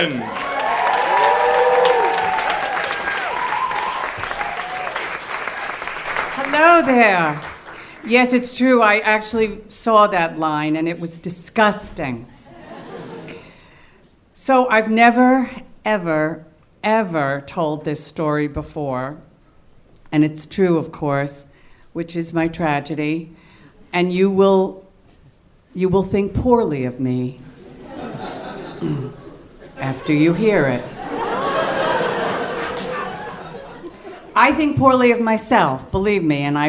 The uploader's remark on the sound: Live at the Bell House!